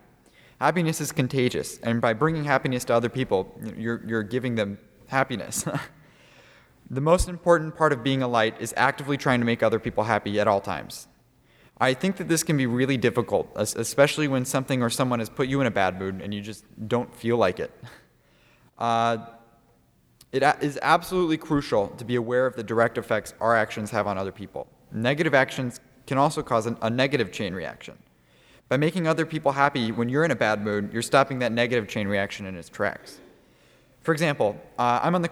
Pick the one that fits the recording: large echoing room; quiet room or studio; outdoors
large echoing room